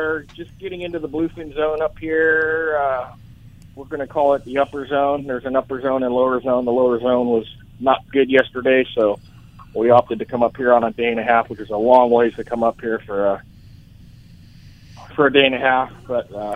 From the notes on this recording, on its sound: "LIVE" from Angel Stadium in Anaheim, CA